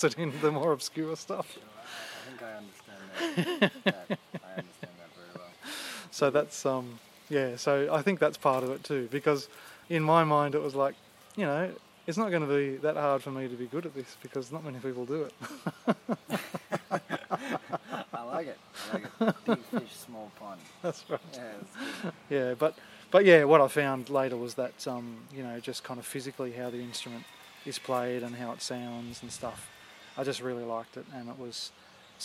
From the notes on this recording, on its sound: Recorded in the backyard. A banjo field recording from late spring, 2016. Banjo, lots of birds, a few cars, a lawnmower, a power saw, a plane overhead, some wind - actually, too much wind.